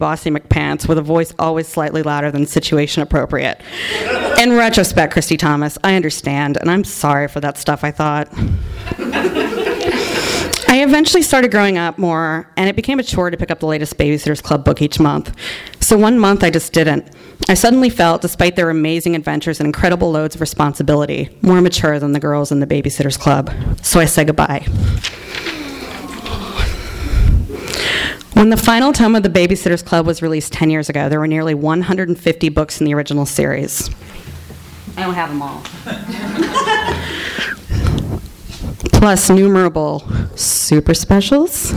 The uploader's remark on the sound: Our second in a series of rant/rave nights featuring local authors talking about books that they love or love to hate! THIS EVENT WAS RECORDED LIVE AT SKYLIGHT BOOKS JUNE 16, 2010.